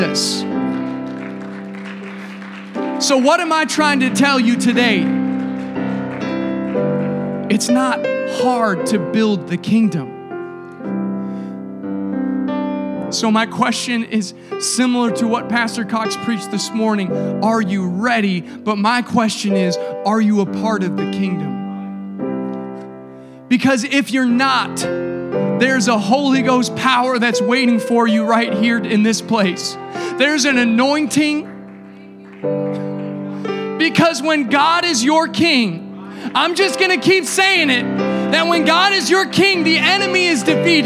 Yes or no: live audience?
yes